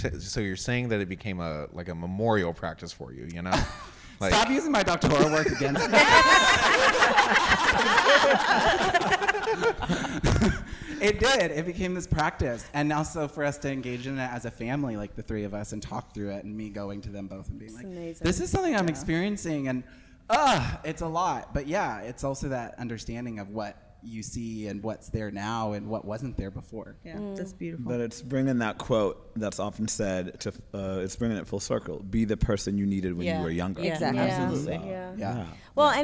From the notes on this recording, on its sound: Live from Revoice. The recording from our live episode at Revoice 23 is finally here.